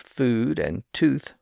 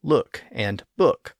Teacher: While some words, like food and tooth, retained the long oo sound, other words were acquiring shorter vowel sounds, like the U sound in look and book